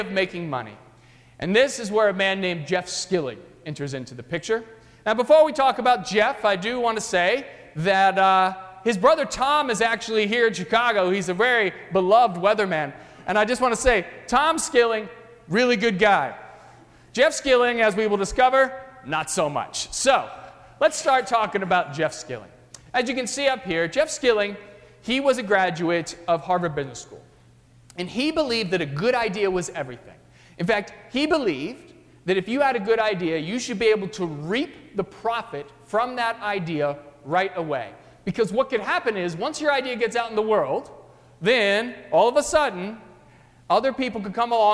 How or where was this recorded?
large echoing room